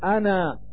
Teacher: فصورة الألف في كلمة أنا علامة مد، إلا أن هذه العلامة لا تعتبر إلا في حال الوقف، فإذا وقفت على كلمة أنا فيجب أن تقف بالمد فتقول أنا، وطوله حينئذ حركتان فقط.